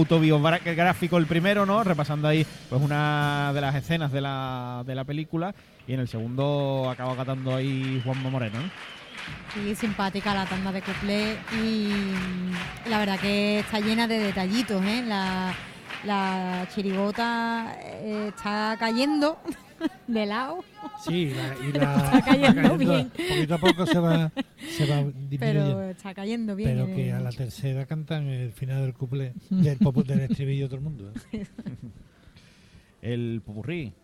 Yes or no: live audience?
yes